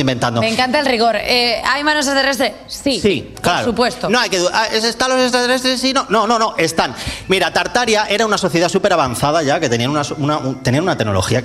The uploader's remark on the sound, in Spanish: el live show montado en el Teatro Alcázar de Madrid